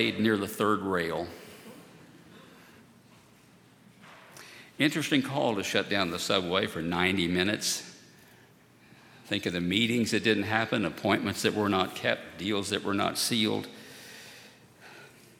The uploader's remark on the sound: At Highland Baptist Church.